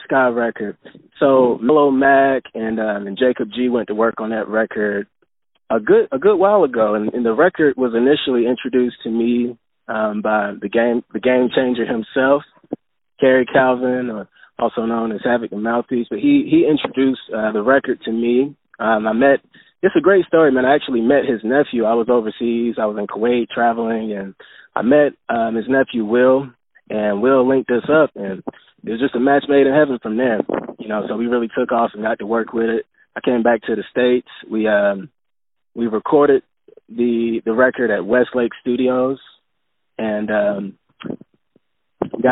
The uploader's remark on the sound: On the phone